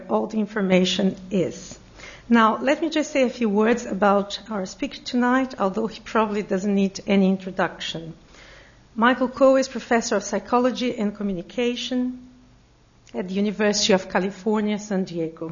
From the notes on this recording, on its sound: Recorded on 16 May 2007 at Old Theatre, Old Building